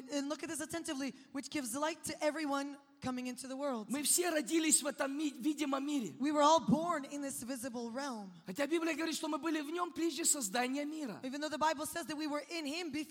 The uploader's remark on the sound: This program was recorded during Kingdom Domain 2018: Kingdom of God Coming in Power.